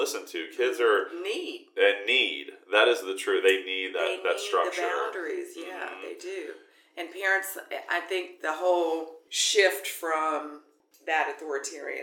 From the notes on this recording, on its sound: Please stick with us through any difficult audio, as this will improve in future episodes.